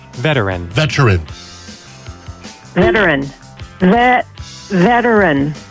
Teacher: He's mispronouncing veteran. He's calling it veterans. It's a three-syllable word. · Term: three syllables